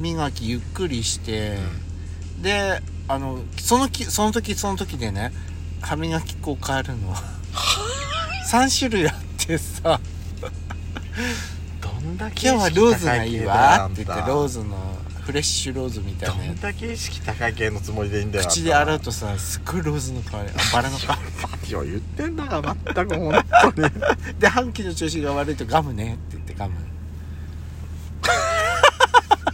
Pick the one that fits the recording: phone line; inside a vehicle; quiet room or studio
inside a vehicle